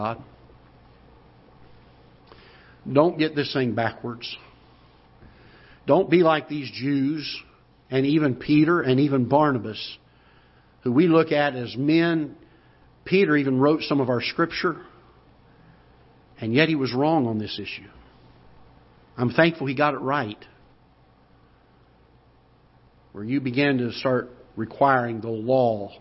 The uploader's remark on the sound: Ketha Heights Baptist Church ~ Live Broadcast